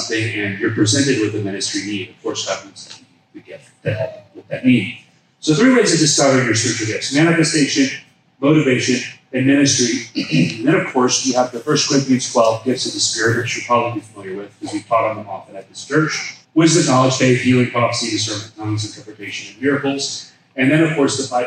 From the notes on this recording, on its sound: We share a seminar recording